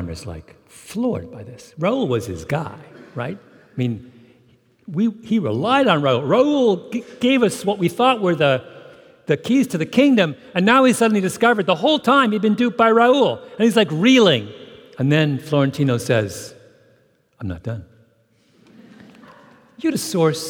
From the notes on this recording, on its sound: on stage at Benaroya Hall as part of SAL’s Literary Arts Series